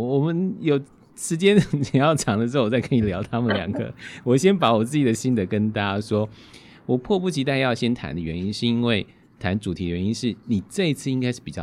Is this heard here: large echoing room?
no